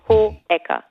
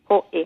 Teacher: Damit klar ist, dass es kein Diphthong ist, sondern 2 getrennte Silben. Hohecker. Ja.